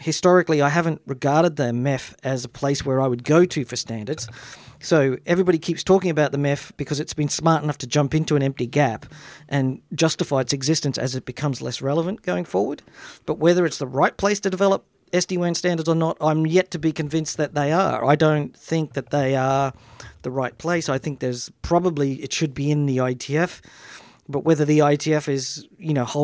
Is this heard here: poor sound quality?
no